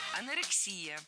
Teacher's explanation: Ударение ставим на предпоследний слог, на «и». Анорексия. Хотя многие ударяют это слово неверно.